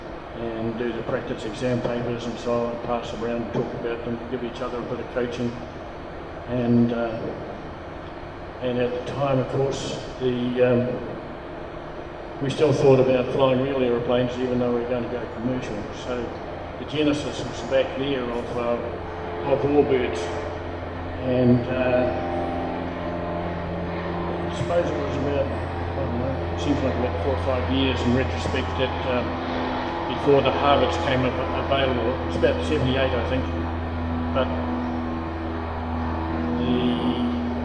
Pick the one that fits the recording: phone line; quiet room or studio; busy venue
busy venue